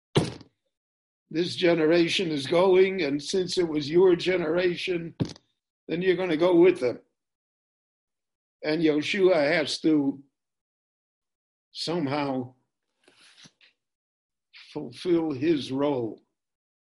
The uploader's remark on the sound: This shiur was given LIVE in Jerusalem via Zoom.